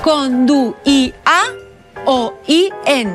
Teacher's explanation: la I és una vocal i que per tant es llig en una síl·laba diferent